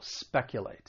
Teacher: Now, the verb has three syllables. The stress is on that first syllable